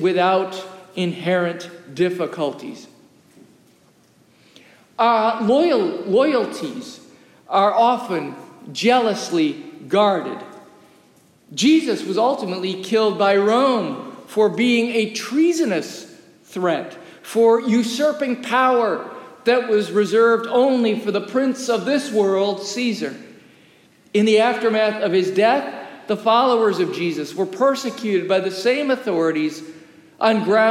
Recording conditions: large echoing room